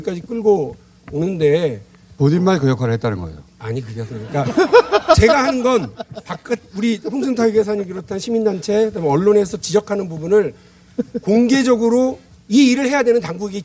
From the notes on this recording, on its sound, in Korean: 특집공개방송 꼭두새벽 라이브. 잠깐만 공연.